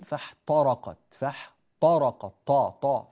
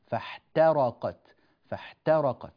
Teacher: التاء هنا في كلمة فاحترقت تحتاج إلى اعتناء بالترقيق · Shown in: second take